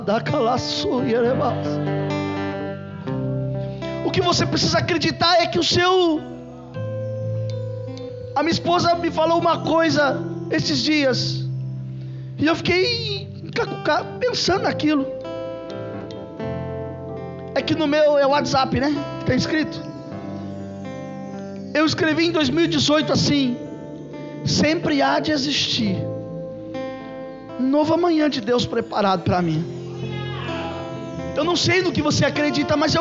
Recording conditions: large echoing room